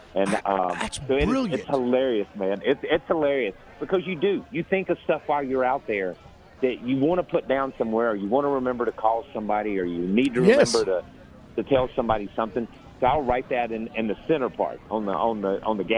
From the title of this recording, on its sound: LIVE FROM STURGIS